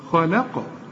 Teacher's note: القاف بقى لازم نقلقلها